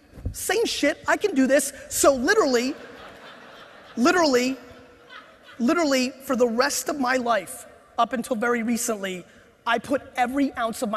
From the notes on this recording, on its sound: This keynote I gave at the INC 500 seminar